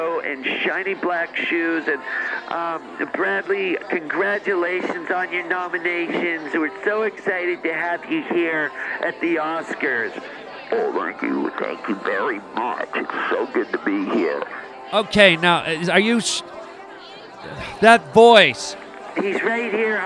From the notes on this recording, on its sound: reports live from the Oscars